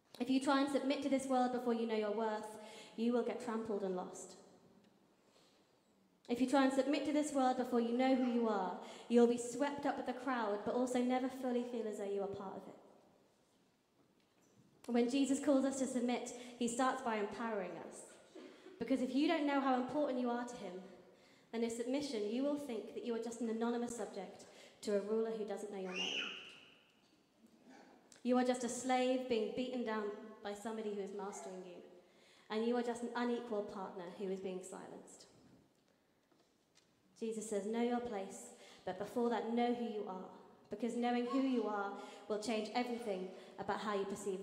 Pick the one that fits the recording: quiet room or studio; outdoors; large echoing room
large echoing room